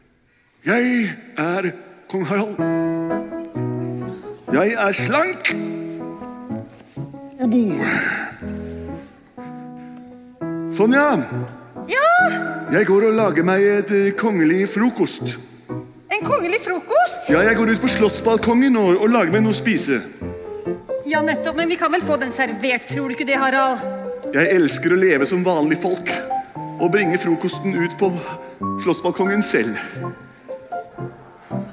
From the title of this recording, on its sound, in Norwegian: Live fra Kampen kirke